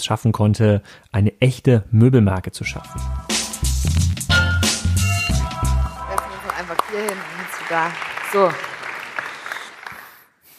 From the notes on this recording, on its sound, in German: Live vom POL.